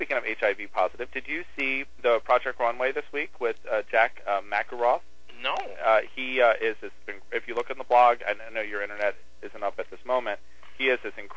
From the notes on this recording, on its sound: Had to phone in this podcast!